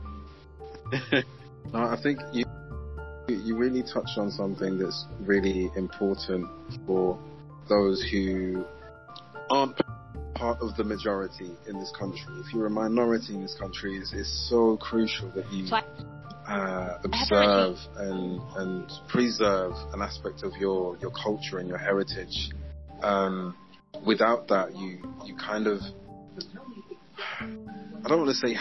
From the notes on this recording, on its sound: Please excuse any sound issues